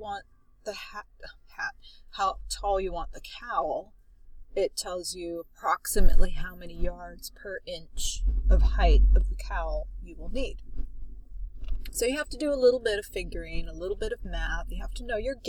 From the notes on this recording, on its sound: On location recording from the beach in Santa Cruz!